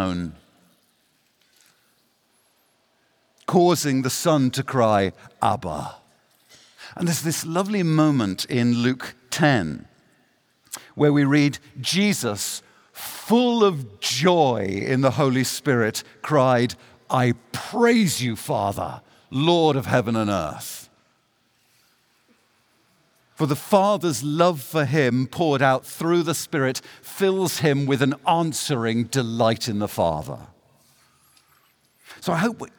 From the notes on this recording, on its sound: The following message was given at the Ligonier 2023 National Conference.